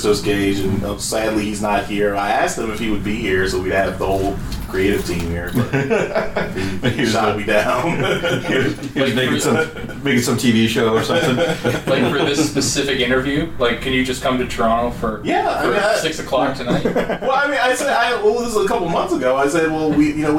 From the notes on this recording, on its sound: We’re live at TFcon Toronto 2017. On this episode, we’re live at TFcon Toronto 2017.